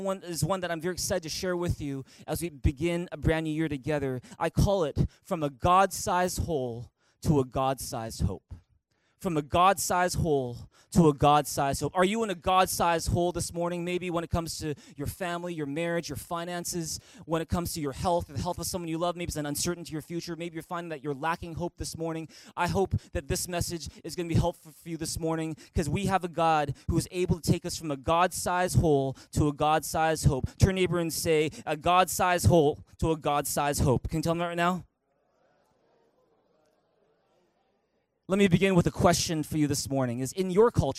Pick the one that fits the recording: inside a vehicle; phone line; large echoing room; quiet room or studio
large echoing room